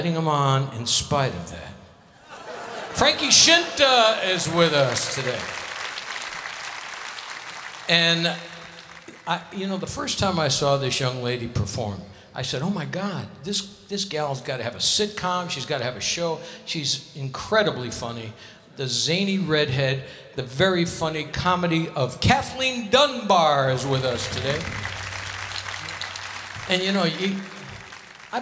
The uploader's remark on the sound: Live at the South Point Casino